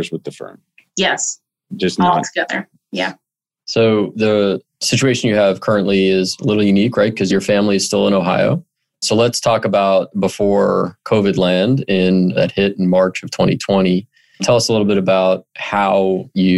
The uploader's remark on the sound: recorded zoom edition